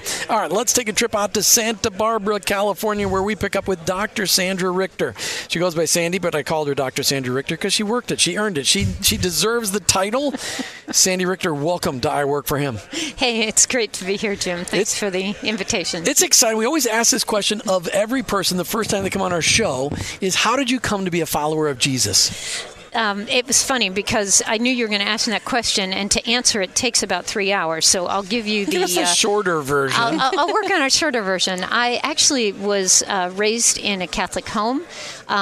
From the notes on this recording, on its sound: LIVE from Chicago at the Faith at Work Summit